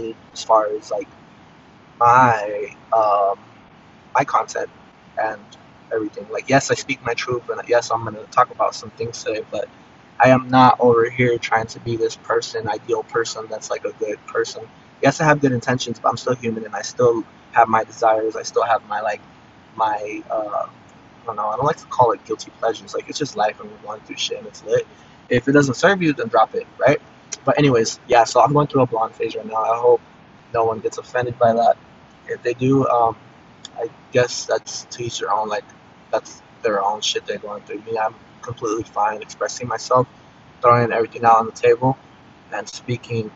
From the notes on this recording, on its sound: it can sound better and be annoying 2 hear